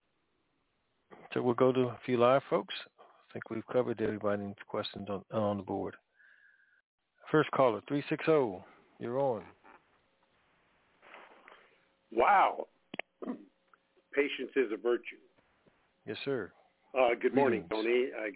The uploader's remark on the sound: TNTSuperfantastic Conference Call